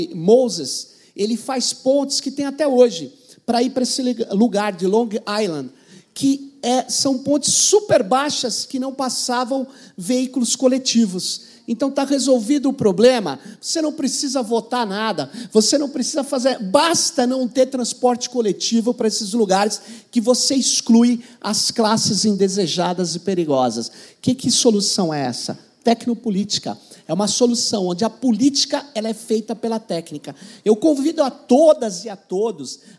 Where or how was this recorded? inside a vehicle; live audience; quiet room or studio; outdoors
live audience